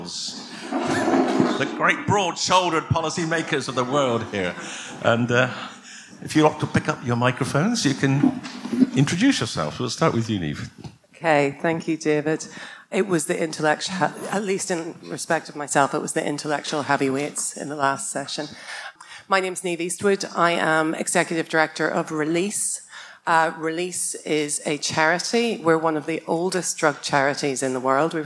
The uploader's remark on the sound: Recorded live at the book launch of ' Drug Science and British Drug Policy ’. We’re going to hear panel discussions.